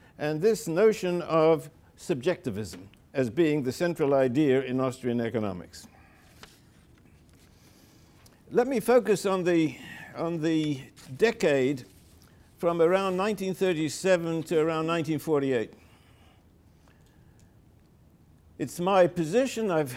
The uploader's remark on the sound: delivered the keynote lecture